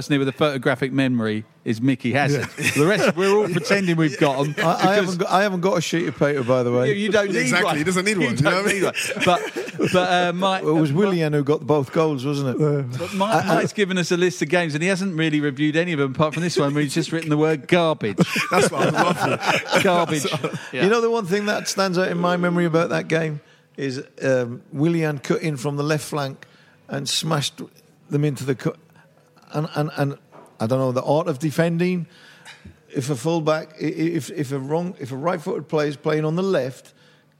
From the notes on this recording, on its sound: our Beehive Live Show